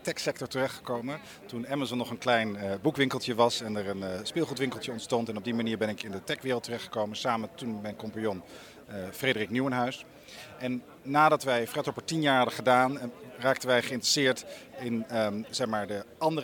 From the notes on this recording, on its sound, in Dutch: Ik sprak hem op TNW Conference 2017.